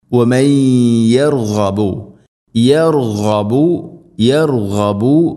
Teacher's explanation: ഇദ്ഗാം ബിഗുന്ന വമൻ യർഗബു, യർഗബു, യർഗബു. ഗൈൻ തൊണ്ടയുടെ മുഗൾ ഭാഗം